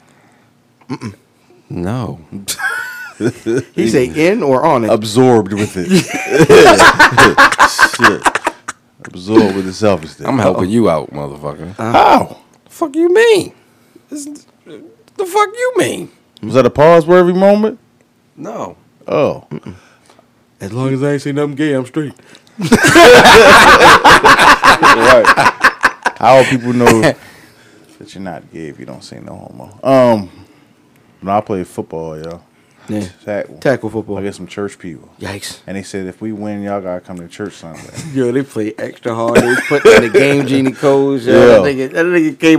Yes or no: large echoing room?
no